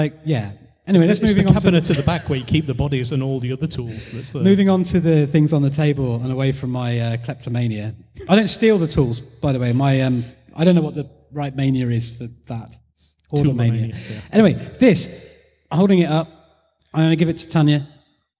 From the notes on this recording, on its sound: Bricolage: a makers podcast LIVE (emf2018). Interviewing interesting people LIVE on stage.